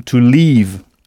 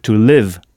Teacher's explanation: L-E-A-V-E. Il faut bien prolonger le son « to leave » à ne pas confondre avec « to live » avec un « i » court. Qui s'écrit L-I-V-E, qui veut dire vivre, habiter.